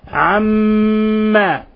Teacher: وعندنا الميم مشددة فتغن مقدار حركتين، حرف غنة مشدد، عما ألاحظوا إطباق الشفتين، عما تعملون.